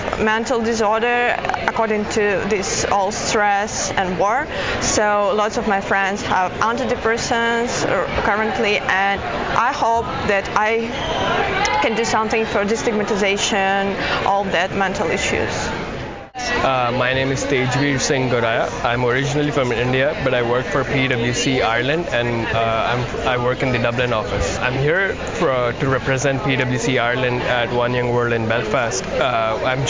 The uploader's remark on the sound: Live from One Young World Summit